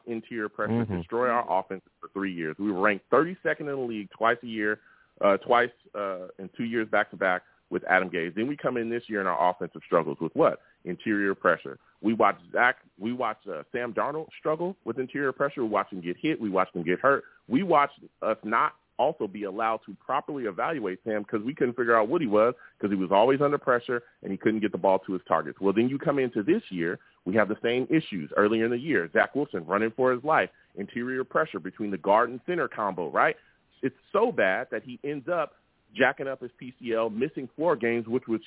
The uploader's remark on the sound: Tonight live at 7pm eastern. I’ll also take live callers!